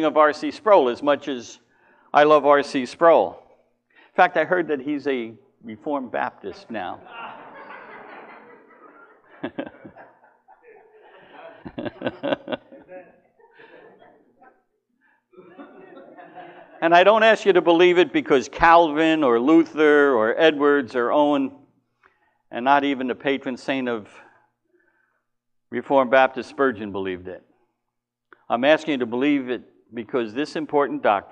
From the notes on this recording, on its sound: Recorded at the LI Spurgeon Fellowship: Doctrines of Grace Conference 2019